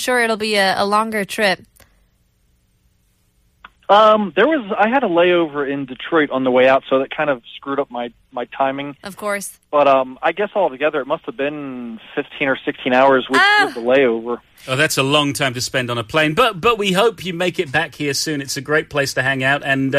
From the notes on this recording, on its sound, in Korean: 청취자 전화연결